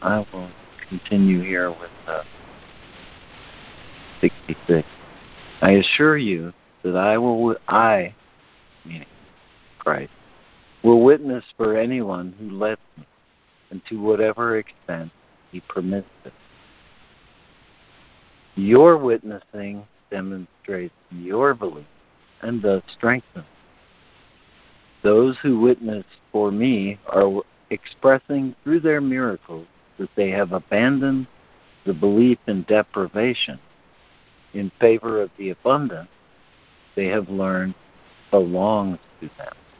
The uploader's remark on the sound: ACIM Daily Conference Call